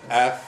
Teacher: مخرج حرف الفاء من اطراف الثنايا العليا مع بطن الشفه السفلى